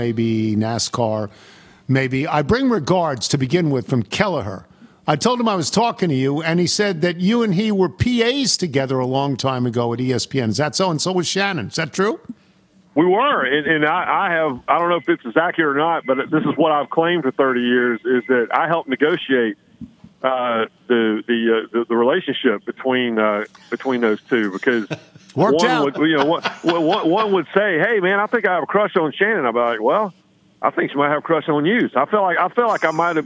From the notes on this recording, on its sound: Calls in to talk about the Daytona 500 and NASCAR. Phones in from Spring Training.